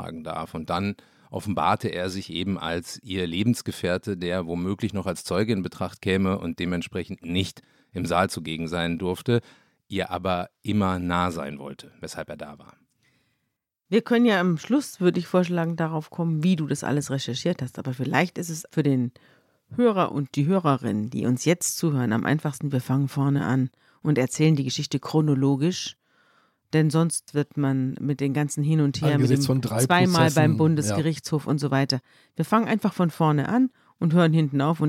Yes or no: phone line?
no